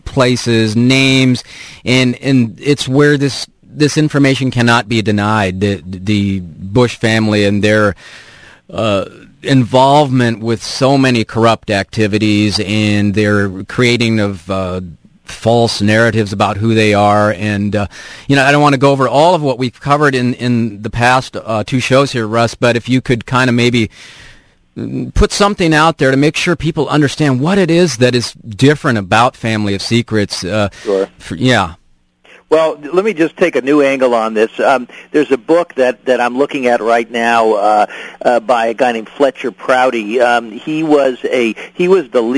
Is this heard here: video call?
no